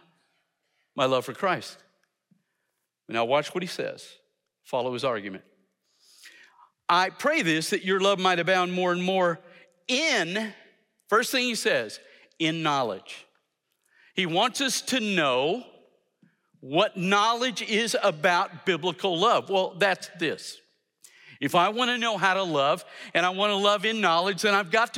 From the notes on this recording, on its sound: in #SWBTSChapel on February 7, 2023